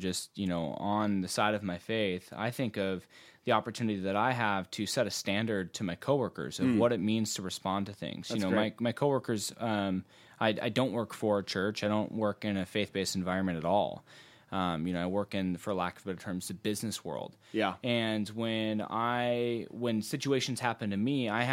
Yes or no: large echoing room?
no